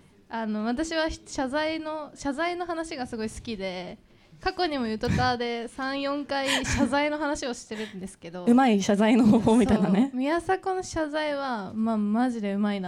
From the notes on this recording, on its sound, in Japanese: 公開収録。